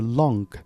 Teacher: 他们读这个音的时候读的是 long，他会把那个 g 的音给读出来